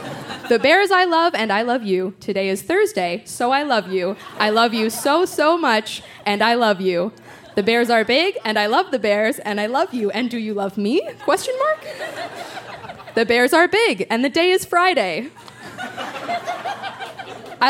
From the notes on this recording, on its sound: Recorded live at the Tranzac Club in Toronto.